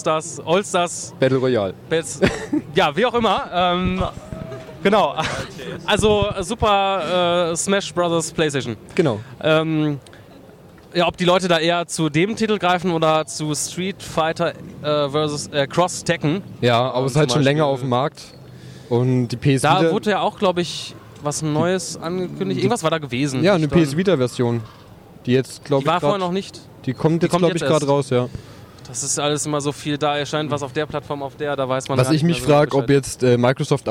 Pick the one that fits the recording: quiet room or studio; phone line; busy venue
busy venue